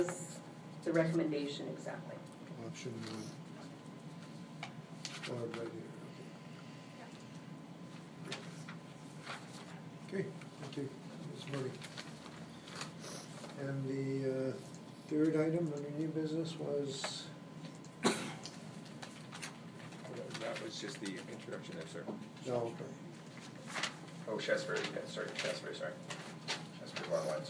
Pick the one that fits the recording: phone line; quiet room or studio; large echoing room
large echoing room